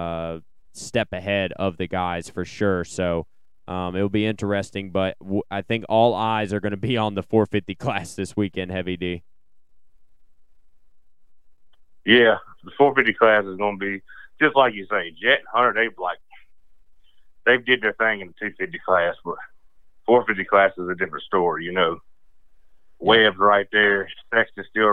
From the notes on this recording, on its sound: we will have a call